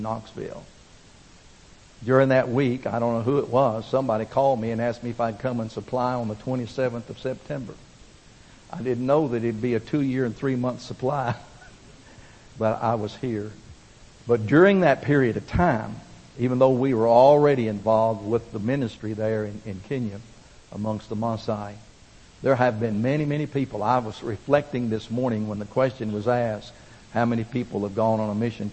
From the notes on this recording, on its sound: Recorded at First Baptist Church, Pigeon Forge, TN (2005)